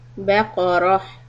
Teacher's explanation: Qaf and ra, heavy. Tamarbuta, you stop, make it a ha sound.